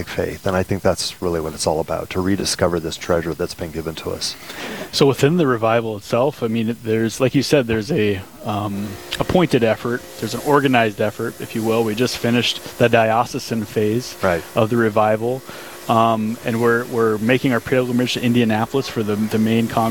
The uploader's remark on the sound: Live from "Putt 4 a Purpose,"